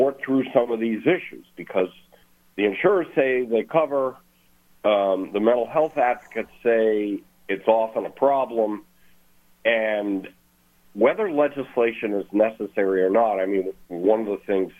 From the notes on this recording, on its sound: Calling LIVE from Las Vegas.